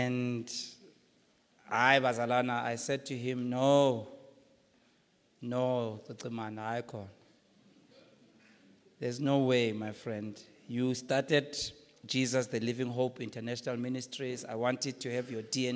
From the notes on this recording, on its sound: preached at the Launch of Grace Bible Church Marikana on the 22nd of October 2017